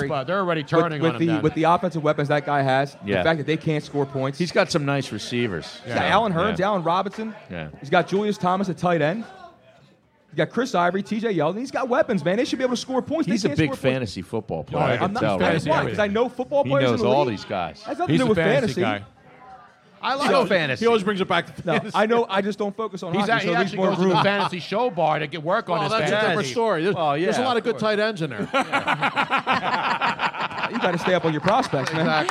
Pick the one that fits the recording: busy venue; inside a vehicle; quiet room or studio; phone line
busy venue